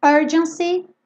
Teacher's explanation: urgency, tem a sílaba tônica no começo